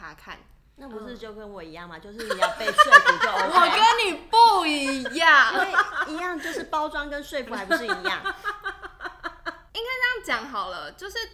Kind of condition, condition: fault, uneven or low level